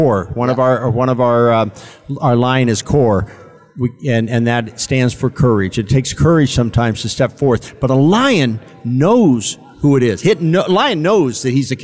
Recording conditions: busy venue